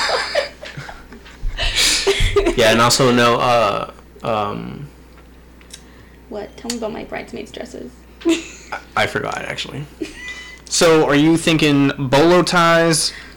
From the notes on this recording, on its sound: Please forgive the grainy audio as we were all dealing with a new recording software.